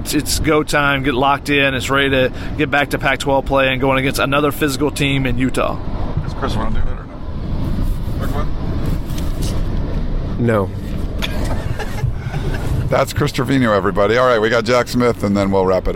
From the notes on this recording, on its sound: In the car on their drive back from South Bend to Chicago (at 2 in the morning). As this was literally recorded in the car driving in the middle of the night, we apologize if the audio quality isn't as high as our usually shows recorded in studio.